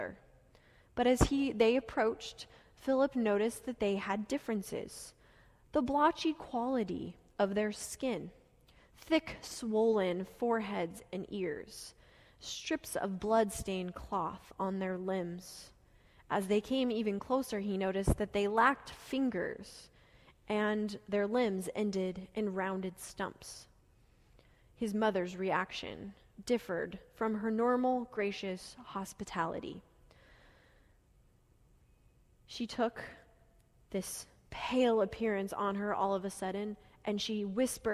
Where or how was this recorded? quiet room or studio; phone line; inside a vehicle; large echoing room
large echoing room